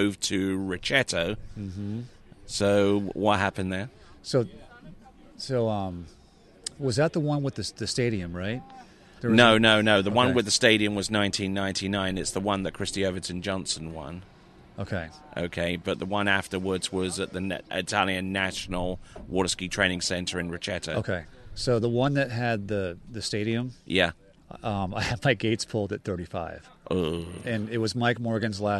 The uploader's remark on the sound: This was recorded at the recent Syndicate Hilltop Pro-Am Slalom Tournament.